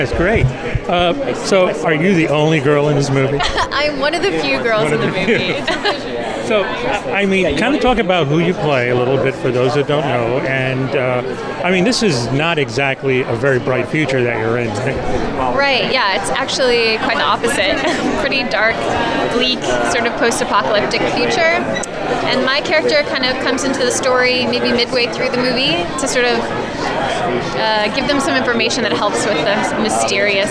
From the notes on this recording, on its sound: Red carpet interviews taped at Tribeca Festival in 2015